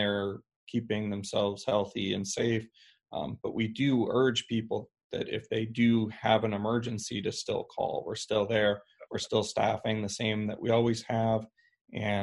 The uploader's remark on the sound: COVID-19 Virtual Town Hall meeting.